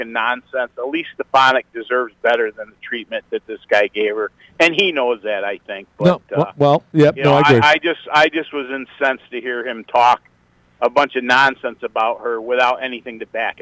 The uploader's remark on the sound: called in today